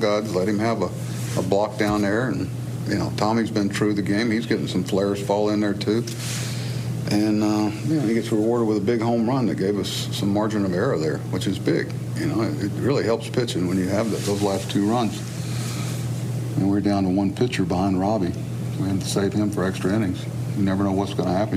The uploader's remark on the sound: Postgame Press Conference